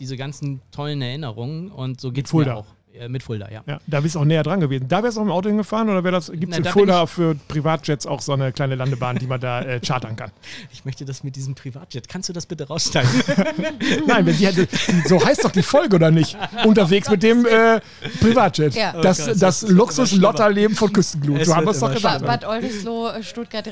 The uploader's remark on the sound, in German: Noch einmal senden wir nahezu live von der Deutschen Grill- und BBQ-Meisterschaft.